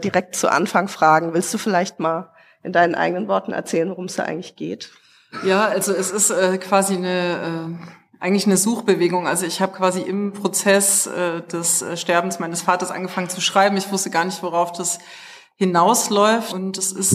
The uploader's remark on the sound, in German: Unserem Live-Podcast, diesmal im Rahmen des „Memento Mori Festivals" in Wien.